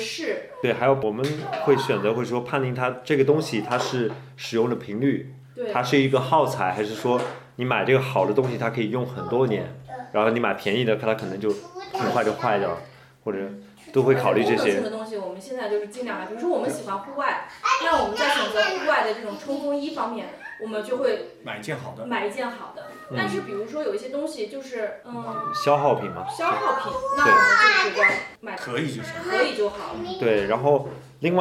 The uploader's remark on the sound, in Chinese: 四位主播在德国新的一轮lockdown之前又有机会聚在了一起。作为两家都有两个小娃的家庭，本期音频因为是带着娃录制，里面有大量小朋友的背景音。